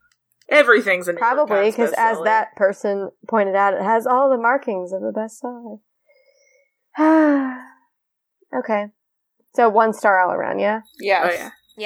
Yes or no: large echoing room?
no